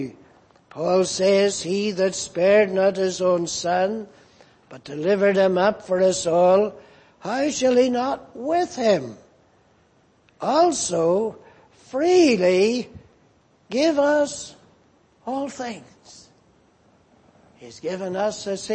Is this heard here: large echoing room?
yes